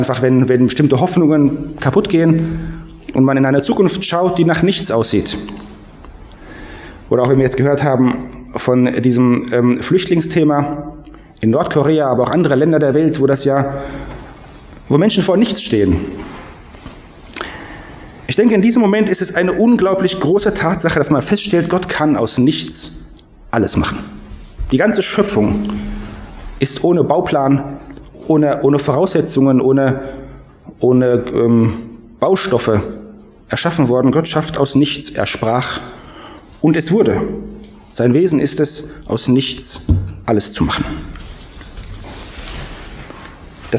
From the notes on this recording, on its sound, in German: Predigt aus dem Gottesdienst